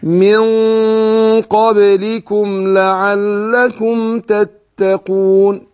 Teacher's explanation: أنا أخفيت النون عند القاف مع كون إن أنا إيه فخمت الغنة